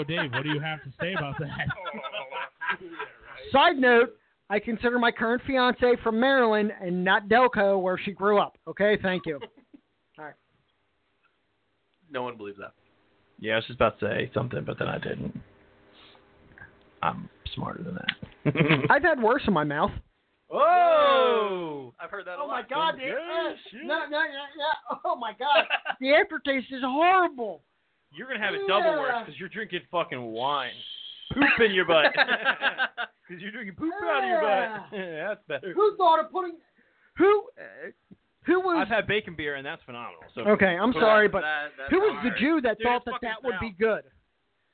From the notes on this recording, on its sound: Call in from a remote location. Calls in from the 2018 Olympics.